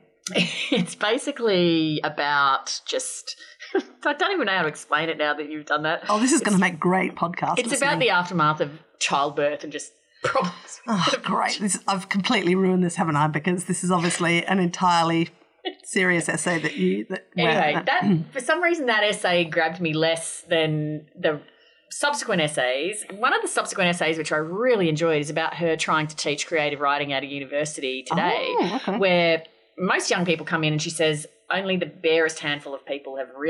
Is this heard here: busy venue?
no